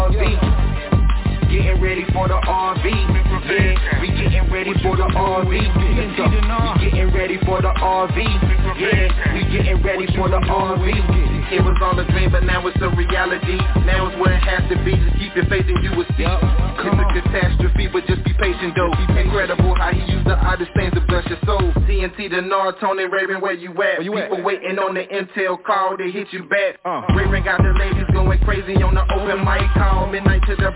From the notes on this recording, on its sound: TNTSuperfantastic Conference Call.